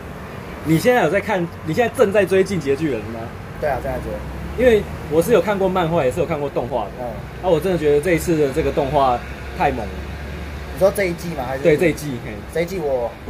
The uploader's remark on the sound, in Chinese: 錄音地點：台南 牽咖啡